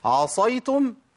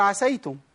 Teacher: الفرق بين الصاد والسين التفخيم اللي هو الاستعلاء والإطباق